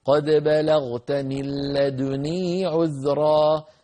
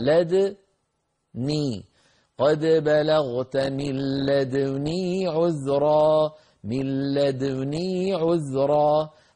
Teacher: الإشمام يكون بعد سكون الدال في لدني وقبل كسر النون